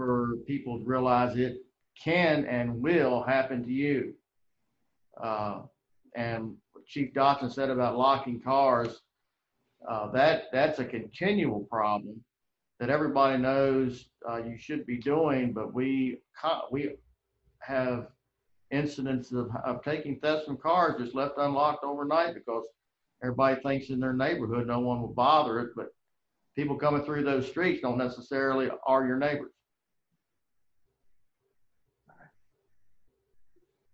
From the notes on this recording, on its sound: COVID-19 Virtual Town Hall meeting.